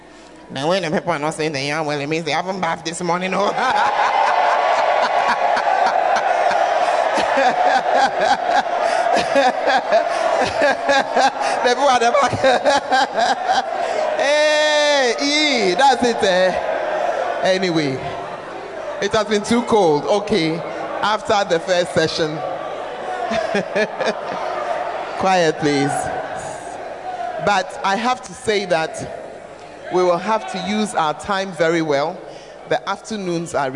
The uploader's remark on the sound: Preached At The 12 Foundations Of The Bacenta Camp